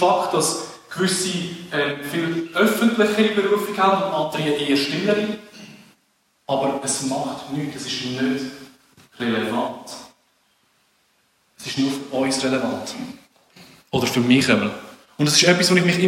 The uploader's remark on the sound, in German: Die ersten drei Minuten wurden nachträglich aufgezeichnet. Wir bitten um Entschuldigung für die schlechte Audioqualität.